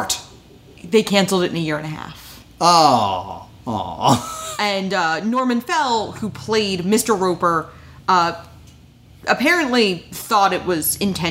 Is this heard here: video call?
no